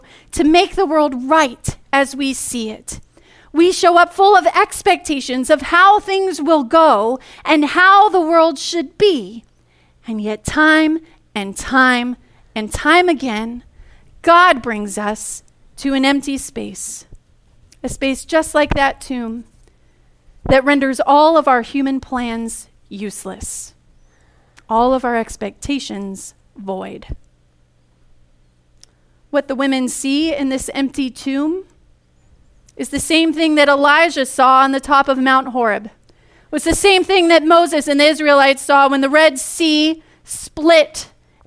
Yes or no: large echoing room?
yes